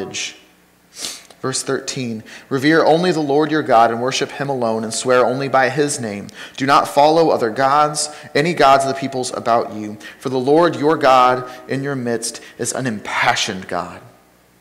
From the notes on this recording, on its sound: Sermon from Ninth Street Christian Church